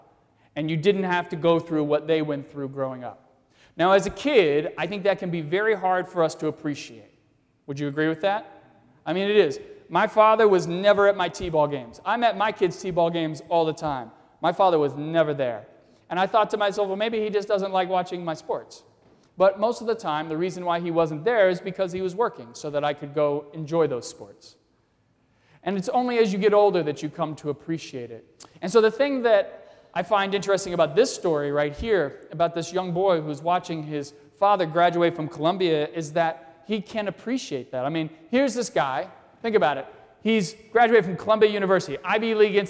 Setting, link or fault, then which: setting, large echoing room